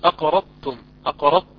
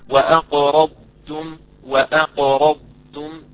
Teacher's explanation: أن تبين الضاد تعطيها استطالتها استعلاءها وتفخيمها، ثم تنتقل إلى التاء · Shown in: second take · بهمسها وبهمسها واستفالها ترقيقها.